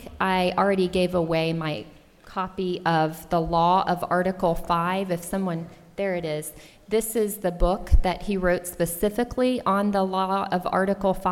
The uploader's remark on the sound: in front of a packed room of state legislators at a 2021 conference in San Diego